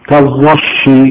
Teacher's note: قال: وهو نوعان، يعني هذا التنافر نوعان، شديد في الثقل كالظش للموضع الخشن. طبعا الظاء والشين كلاهما من وسط اللسان، فحرفان متقاربان في المخرج، فالكلمة فيها تنافر.